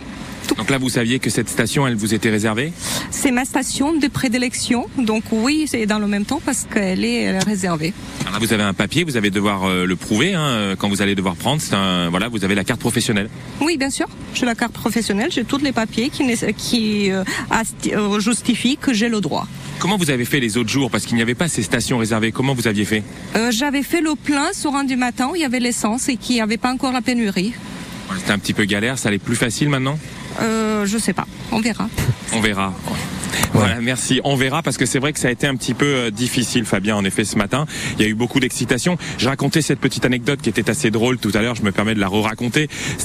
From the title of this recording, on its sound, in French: en direct des stations essence